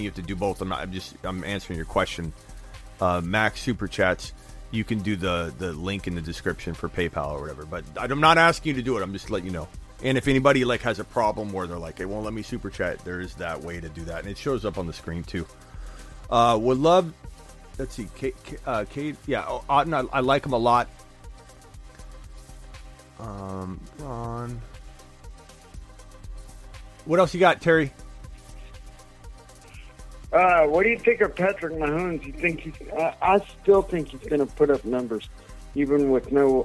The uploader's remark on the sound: Takes fantasy football phone calls and voicemails for over 2 hours.